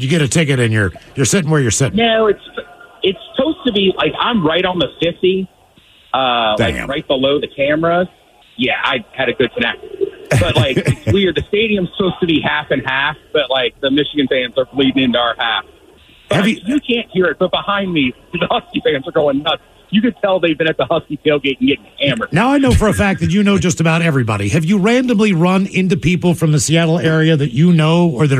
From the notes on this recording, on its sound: gives us a call on-scene in Houston for the College Football National Championship Game